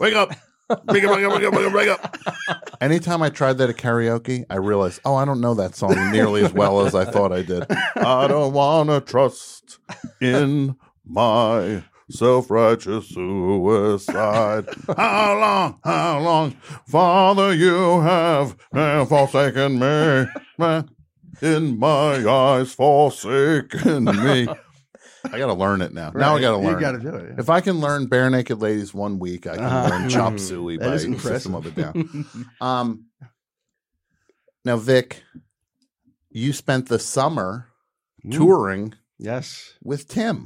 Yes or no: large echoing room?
no